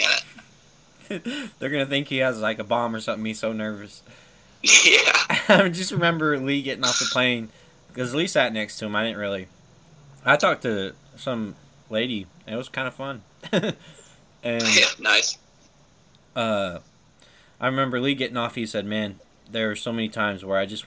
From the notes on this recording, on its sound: While driving down the road in a Ford Taurus.